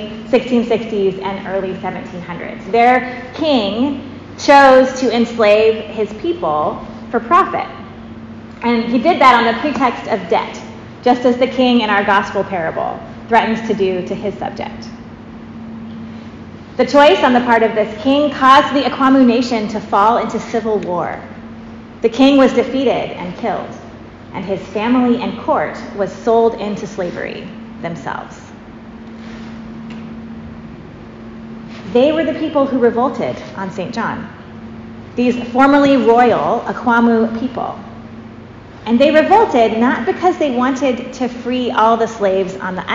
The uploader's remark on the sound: Preached at St. James Episcopal Church, Kent WA.